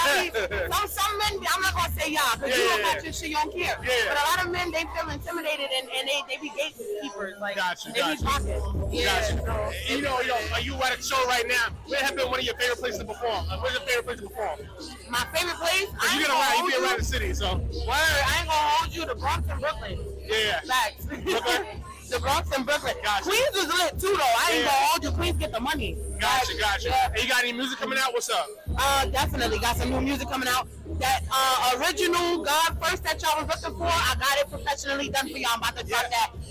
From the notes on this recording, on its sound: … Concert Interview. Live at the … Ten Tape Concert.